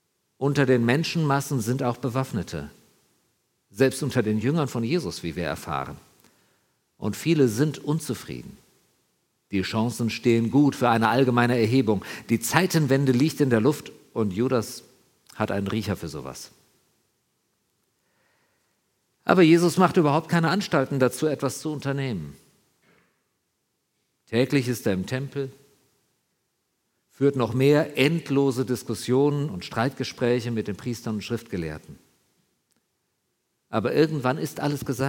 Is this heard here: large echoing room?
yes